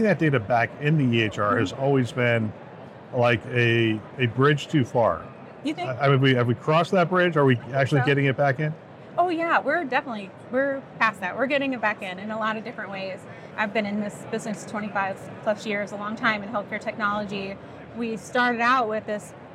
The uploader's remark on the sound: Interview in Action live from HIMSS 2023